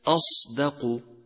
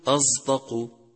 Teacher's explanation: يجب تصفية لفظه إذا كان ساكنا حتى لا يختلط بالزاي · Shown in: first take · مثال ذلك أصدق، فإذا لم تصفي نطقه قلت أصدق.